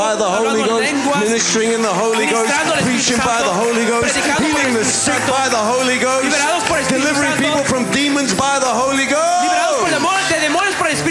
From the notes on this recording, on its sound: This was recorded at a ReviveBoston gathering in April 2023.